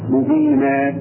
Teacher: نعوض عن التنوين بألف مد · Term: مد العوض